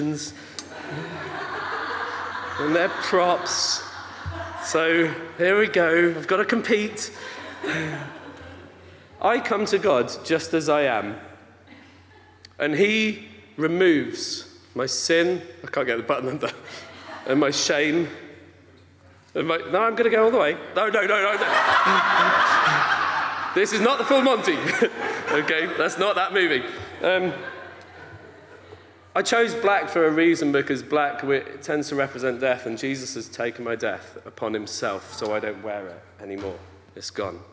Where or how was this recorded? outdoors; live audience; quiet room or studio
live audience